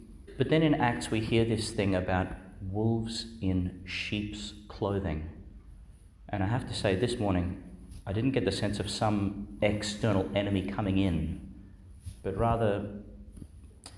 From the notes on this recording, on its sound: delivered Our Lady Star of the Sea Church, Gladstone, Qld.